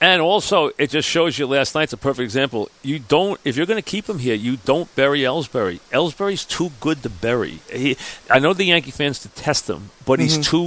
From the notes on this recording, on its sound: live from Citi Field